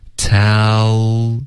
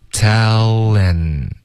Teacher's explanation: 我们的 l 的音舌尖会顶上颚